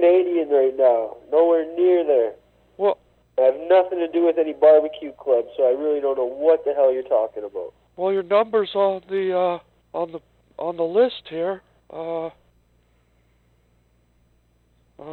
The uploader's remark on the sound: takes phone calls.